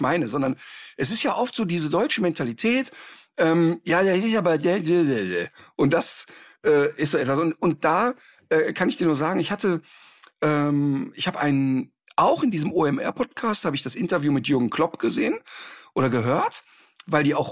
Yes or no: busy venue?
no